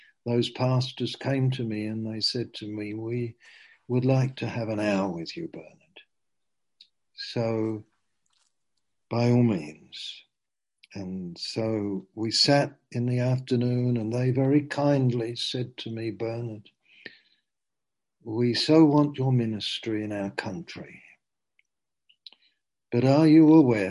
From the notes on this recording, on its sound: Q & A (Zoom). Teign Valley Sessions.